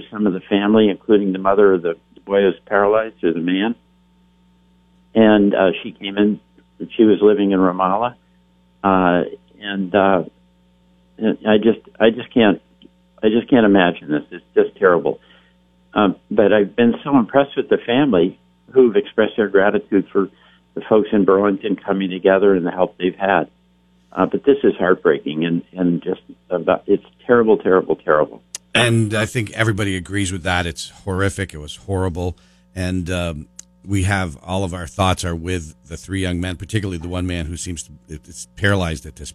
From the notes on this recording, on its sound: Calls. From Washington.